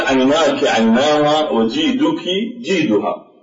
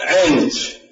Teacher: هذا الاختلاف معنى ذلك أن اللغات التي في جنوب العراق أو اللهجة التي في جنوب العراق والتي في بعض دول الخليج عندما يستعمل الشين المثقلة اللي هي CH مثل ما نقول بالإنجليزي بدل من الكاف · Shown in: second take · Term: الكشكشة